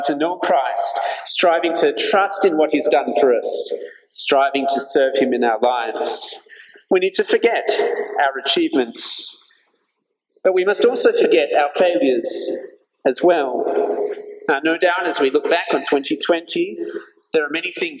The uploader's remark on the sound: This sermon was preached at St George's Church, Penang on 31st December 2021.